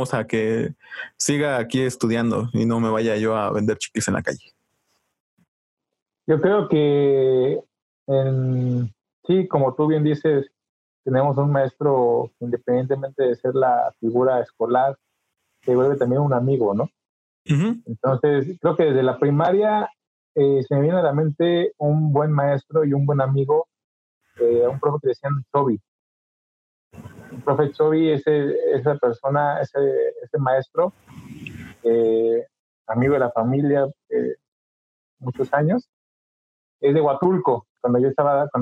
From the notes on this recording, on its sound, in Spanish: disculpen el mal audio pero tuvimos fallas técnicas y tuvimos que tomarlo de Zoom